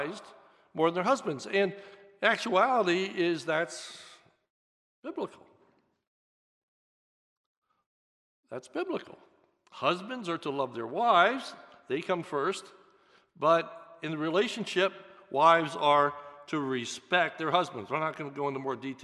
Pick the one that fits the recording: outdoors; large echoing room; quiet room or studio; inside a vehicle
large echoing room